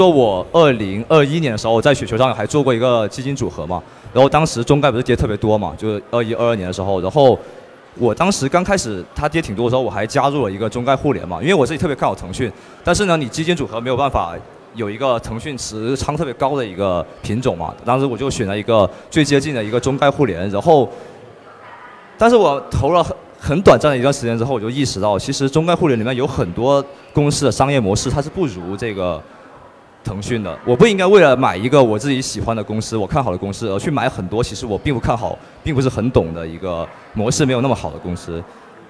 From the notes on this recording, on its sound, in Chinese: 本期节目是我在雪球嘉年华现场的对谈录音。嘉年华是他们每年底都会办的一个线下大型交流活动。